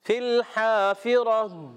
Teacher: را پر زبر ہے، را کو پر پڑھیں گے